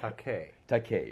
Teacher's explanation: so there's a definite accent on the second syllable